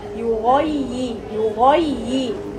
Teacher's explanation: ضم الياء كويس وفخم الغين وكسر الياء كويس. يغي يغي والياء مشددة كمان.